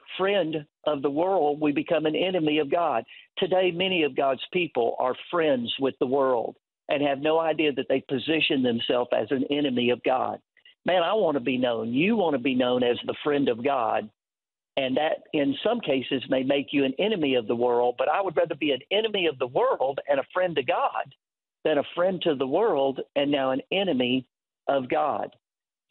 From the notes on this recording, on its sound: The Truth & Liberty Live Call-In Show.